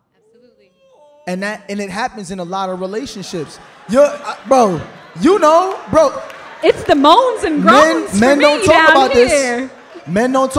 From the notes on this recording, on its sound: LIVE at The Buckhead Theatre in Atlanta, GA.